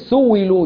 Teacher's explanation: يبدل الهمزة المكسورة بعد ضم يبدلها واو